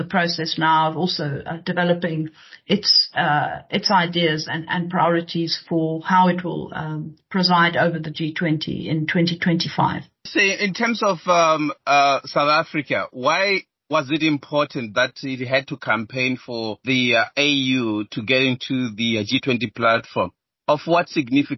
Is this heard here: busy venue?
no